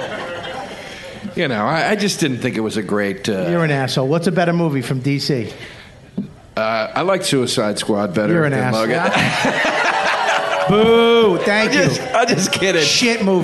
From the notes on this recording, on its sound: Recorded live on March 14, 2017 from the South by Southwest festival in Austin, Tx